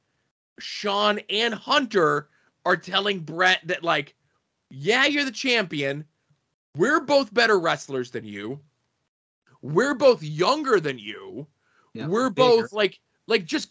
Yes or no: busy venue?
no